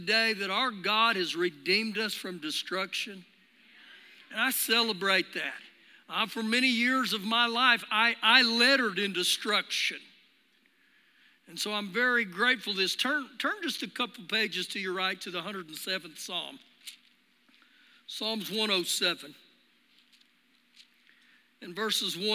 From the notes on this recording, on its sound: Recorded live during our Sunday morning service